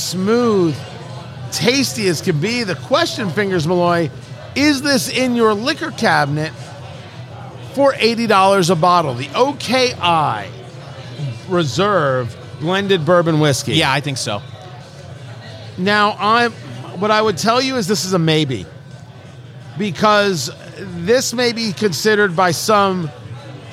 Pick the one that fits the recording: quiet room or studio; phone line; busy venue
busy venue